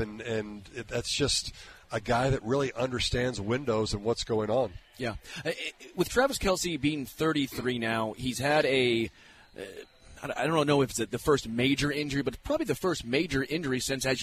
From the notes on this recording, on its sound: live from Hollywood Casino